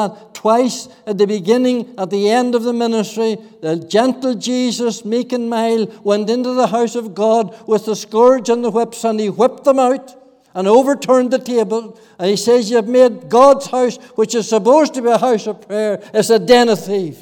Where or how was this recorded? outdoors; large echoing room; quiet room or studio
large echoing room